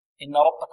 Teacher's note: طيب، عندنا الراء هنا مفخمة، إن ربك والباب رقة كما ذكرنا سابقا، تفخم الراء لأنها مفتوحة